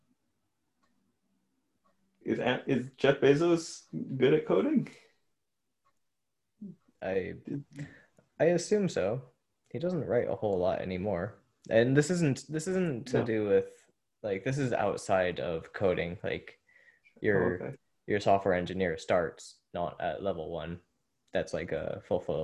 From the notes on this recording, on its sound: Zoom call.